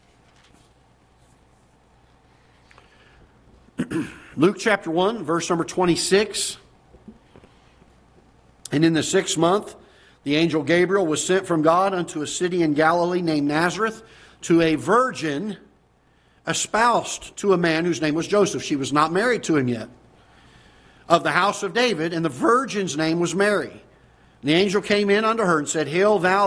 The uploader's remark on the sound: Ketha Heights Baptist Church ~ Live Broadcast